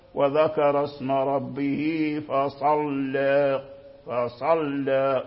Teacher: إذا رقق اللام يرقق حتى الصاد، لا، حافظ على تفخيم الصاد